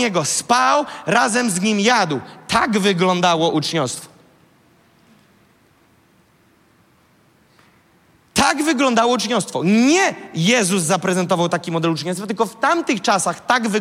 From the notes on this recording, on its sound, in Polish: fragment kazania, które zostało nagrane podczas nabożeństwa NOF Church 5